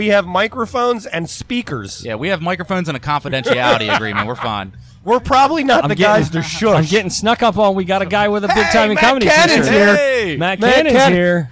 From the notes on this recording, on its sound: Live from The Downtown GrooveFEST in Cambridge MD